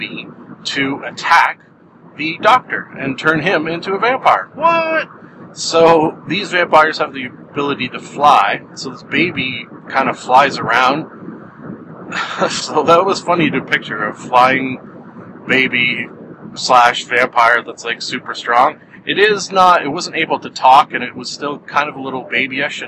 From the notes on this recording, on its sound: I drive to work and record a podcast